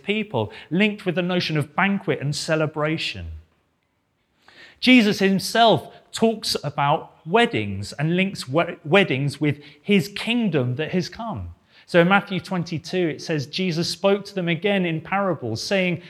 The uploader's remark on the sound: This sermon was preached at Welcome Baptist Church on Sunday 25th September 2022.